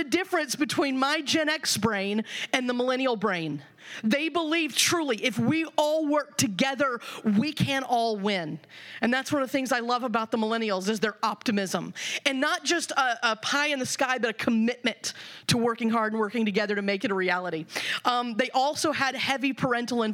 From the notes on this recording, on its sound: The following audio comes from the National Disciple Making Forum by Discipleship·org. Lionshare hosted a track called “Making Disciples in the Generations and Vocations.”